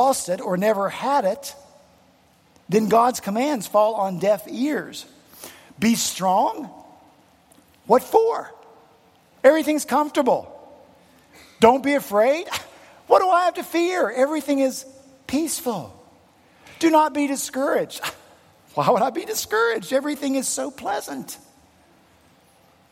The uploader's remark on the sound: On Sunday, February 12 at Redeemer Presbyterian Church in Charleston, SC, our senior pastor followed up his sermon